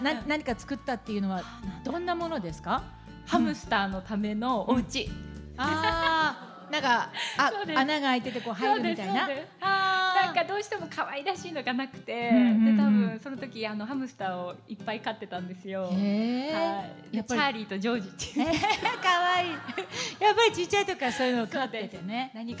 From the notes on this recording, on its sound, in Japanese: 公開収録